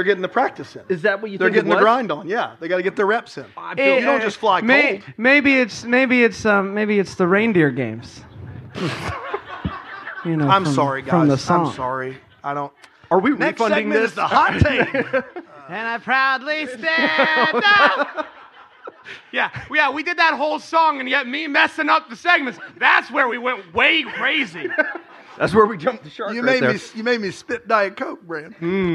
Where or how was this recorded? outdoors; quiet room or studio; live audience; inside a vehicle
live audience